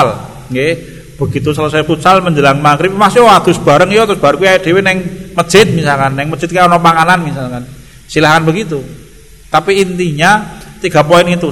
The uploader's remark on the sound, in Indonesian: Rekaman Kajian Majelis Pengajian Islam Ihyaa'ul Quluub. Di Masjid Al Aman Sidoarum Godean Sleman. Yang diselenggarakan oleh FKAM Yogyakarta dan Takmir Masjid Al Aman.